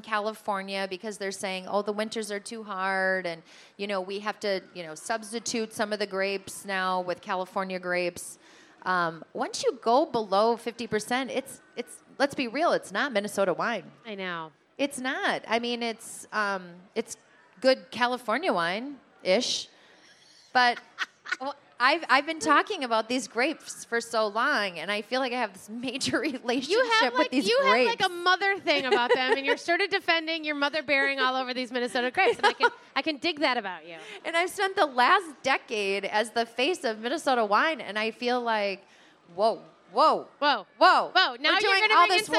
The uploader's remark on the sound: Second Helpings: Talking Wine Live from the KSTP Stage at the Minnesota State Fair.